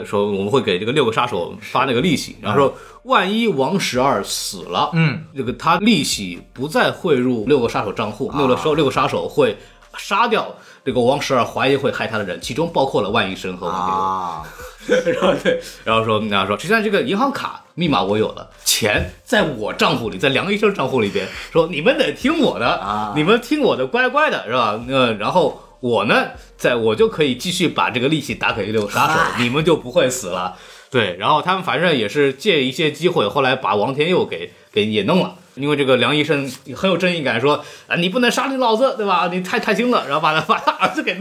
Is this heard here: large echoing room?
no